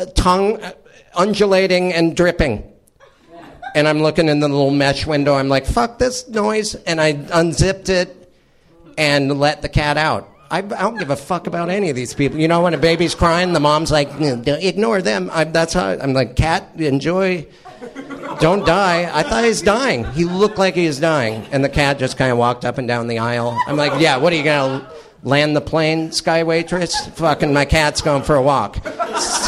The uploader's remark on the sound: Drive together to Nerdmelt Theater in Los Angeles. After some quick riveting conversation in the Honda, we then take you straight to the live comedy show. Then, we wrap things up in the Meltdown greenroom.